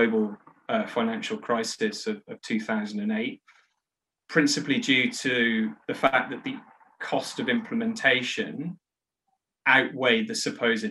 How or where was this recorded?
video call